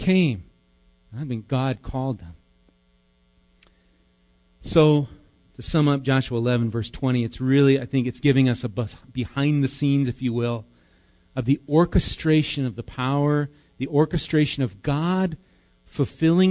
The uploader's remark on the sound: Recorded live at Bethany Bible Church.